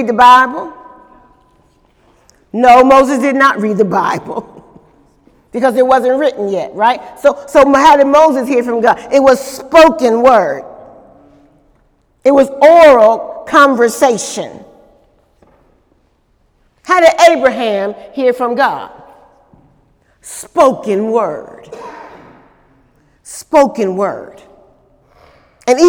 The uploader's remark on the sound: During Wednesday night service